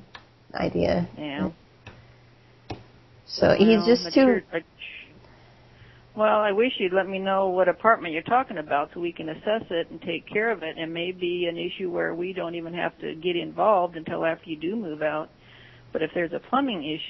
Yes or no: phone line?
yes